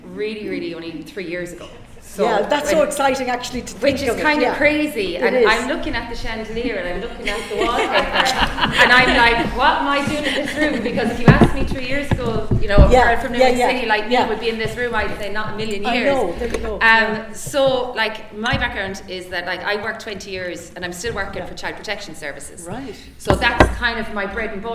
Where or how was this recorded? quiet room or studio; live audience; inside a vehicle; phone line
live audience